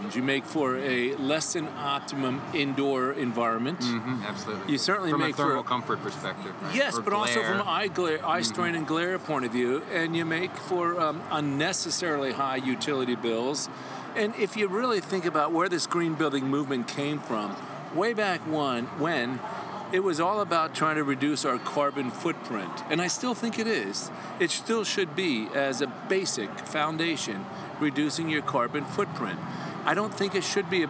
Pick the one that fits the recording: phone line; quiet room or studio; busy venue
busy venue